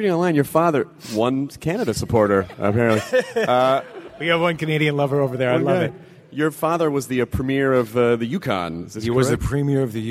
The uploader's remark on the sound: Recorded at the nerdtastical C2E2 in Chicago. PILES of thanks to ReedPop for allowing us to record and share this with the masses!!!